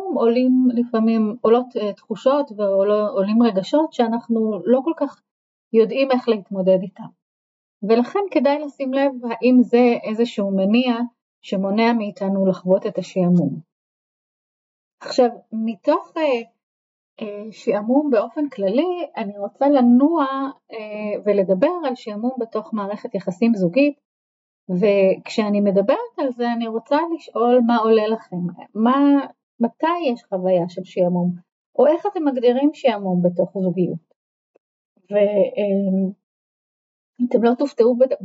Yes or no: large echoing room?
no